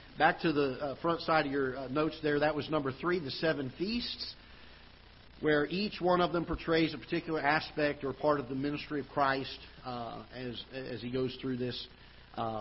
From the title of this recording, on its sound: Ketha Heights Baptist Church ~ Live Broadcast